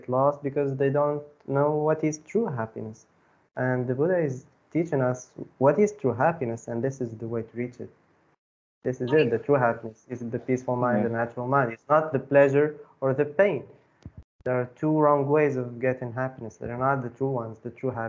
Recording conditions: video call